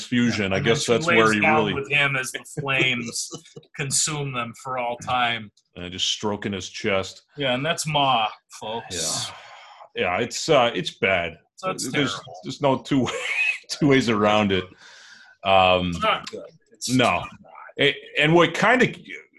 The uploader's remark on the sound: We did this episode remotely. Due to sound on Zoom.